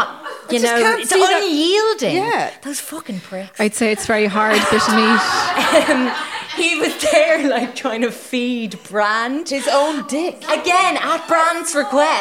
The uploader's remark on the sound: It’s our first ever live show and we had a blast.